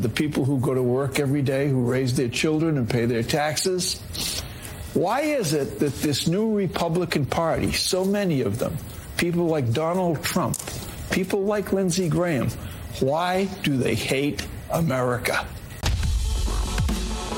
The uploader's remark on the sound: Live From CPAC 2024.